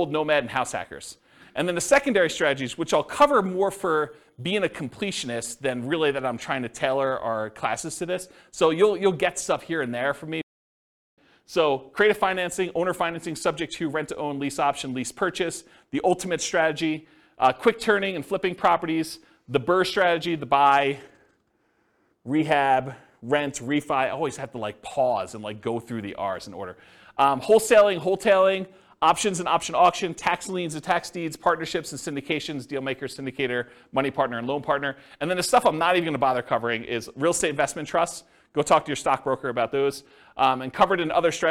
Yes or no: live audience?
yes